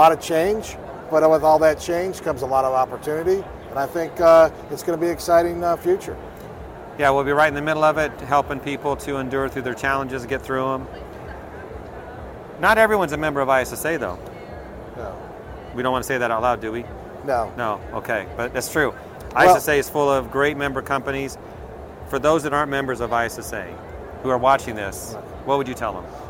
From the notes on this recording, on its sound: In this exclusive interview from the trade show floor at ISSA Show North America.